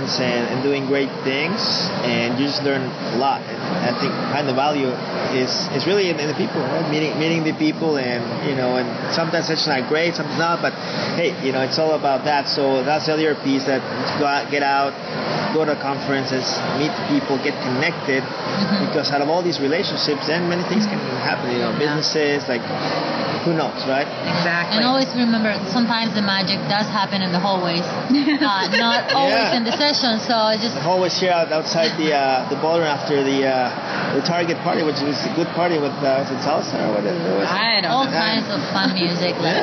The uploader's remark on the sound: This is the next in the series of the Inside Hispanicize podcasts I recorded during Hispanicize 2015. These are a compilation of hallway conversations, short interviews and even short clip from one of the sessions.